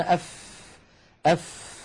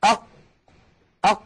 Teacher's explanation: فيجدون بأن مع الفاء يخرج هواء ويخرج نفس عند النطق بها · Shown in: first take · وتستطيع أخي المشاهد في البيت أن تجرب بأن تضع يدك هكذا أمام فمك أف أف، فتجد بأن هناك هواء يتدفق مع خروج الفاء.